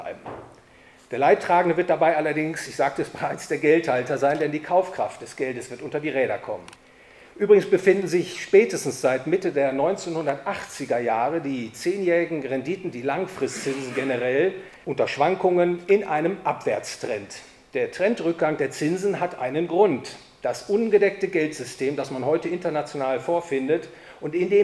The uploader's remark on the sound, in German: Gehalten auf dem PLATOW EURO FINANCE Family Office Forum in Königstein im Taunus.